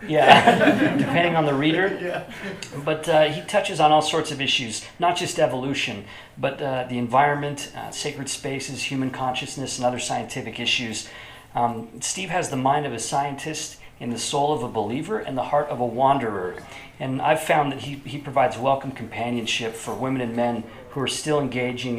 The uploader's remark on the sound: We celebrated by hosting a panel discussion at Writ & Vision in Provo, Utah.